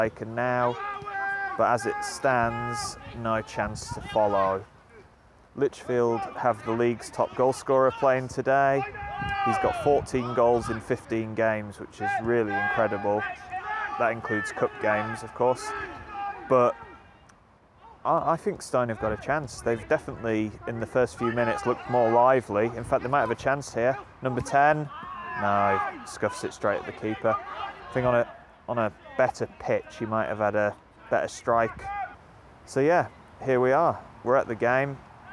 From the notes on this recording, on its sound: Live football is back folks. In this first ever live recording he heads over to Kings Park, his 212th football ground. Stone Old Alleynians versus Lichfield City is a perfect Staffordshire derby.